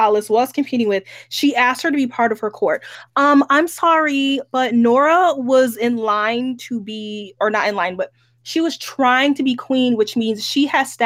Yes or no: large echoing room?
no